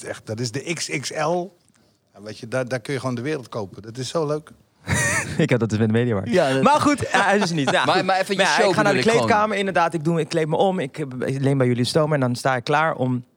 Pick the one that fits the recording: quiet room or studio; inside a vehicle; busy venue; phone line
busy venue